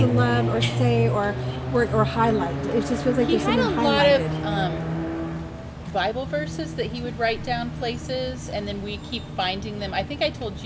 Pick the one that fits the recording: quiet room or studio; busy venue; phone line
busy venue